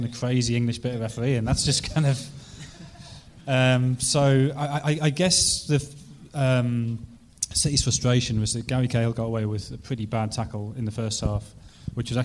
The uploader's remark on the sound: LIVE at Liberty Hall Theatre. At the Liberty Hall Theatre in Dublin.